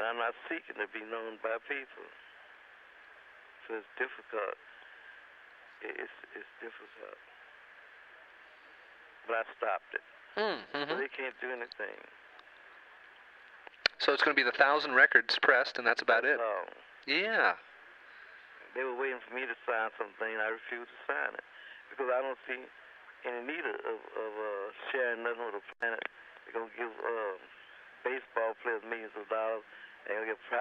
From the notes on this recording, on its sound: Phone call.